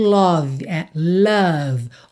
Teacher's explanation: Não é love, nem love, é love. O O tem esse som a, e o E não é pronunciado, então você para o som na letra V.